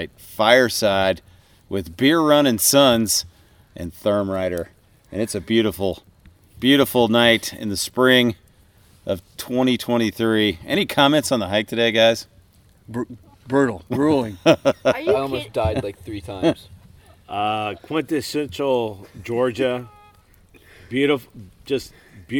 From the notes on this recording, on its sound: I sit fireside. On the Benton MacKaye Trail in North Georgia.